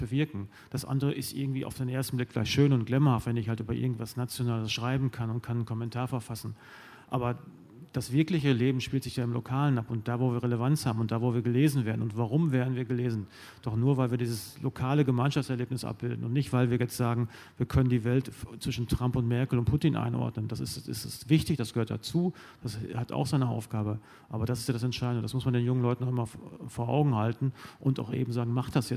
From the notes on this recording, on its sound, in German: Antworten gibt es in Inspirationstalk und einer anschließenden Diskussion. 2018 im RP-Zelt beim Campfire-Festival in Düsseldorf.